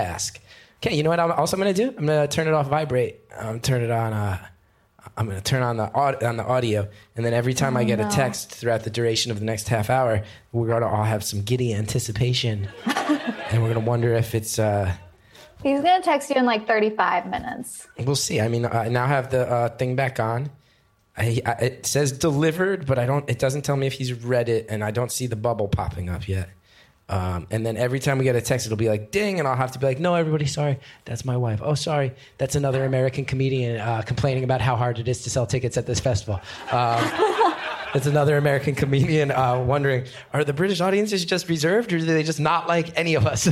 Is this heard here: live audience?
yes